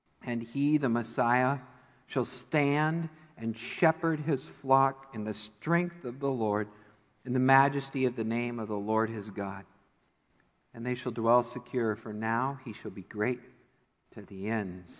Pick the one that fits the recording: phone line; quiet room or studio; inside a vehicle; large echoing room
large echoing room